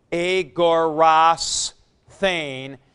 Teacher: Number 2, when the stem of the first principal part ends with a consonant, the theta eta is added directly, and the final consonant is assimilated or adjusted to the aspiration of the theta